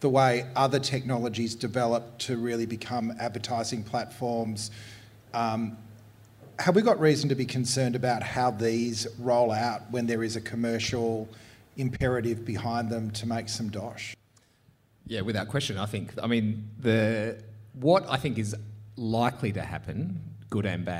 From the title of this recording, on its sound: Burning Platforms Live in Melbourne